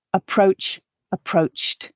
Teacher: Now we'll do some past tense endings with the T sound. So here we're not adding in an extra syllable, but we have a voiceless sound at the end of the base form, which leads our past tense ending to also have that T form